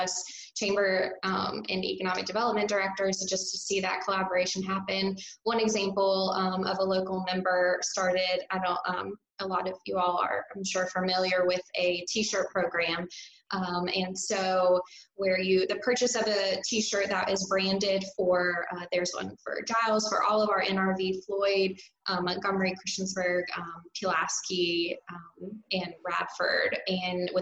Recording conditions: video call